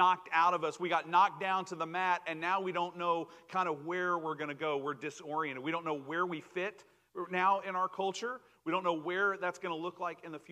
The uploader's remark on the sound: Recorded Live 7/31/2022 at Pleasant Ridge Church of Christ (Arlington, TX)